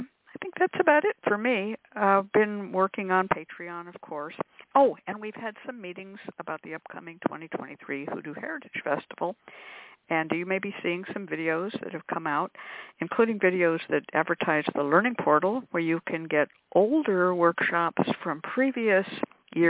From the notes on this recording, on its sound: a real, live call-in show